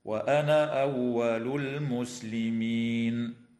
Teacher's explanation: تظهر لام التعريف في كلمة المسلمين، وتنتهي الآية بالاتفاق عند هذه الكلمة، والوقف عليها من قبيل الوقف التام، هكذا: وأنا أول المسلمين.